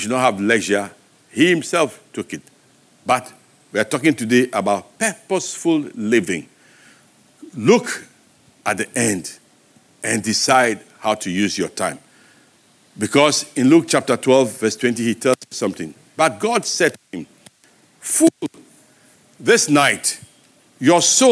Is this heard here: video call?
no